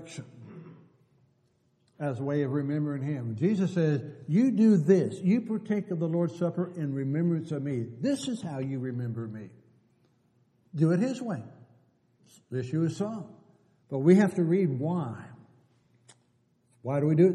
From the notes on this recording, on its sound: Downtown Church Of Christ Audio Sermon